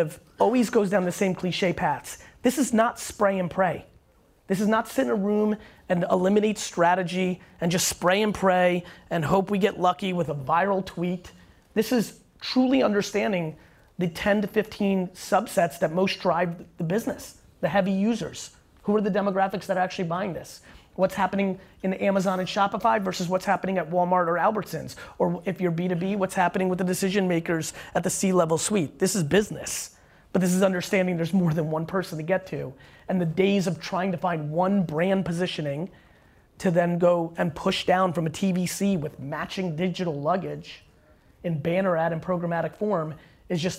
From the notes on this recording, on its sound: this is a Keynote and Q&A from AdWeek here in NYC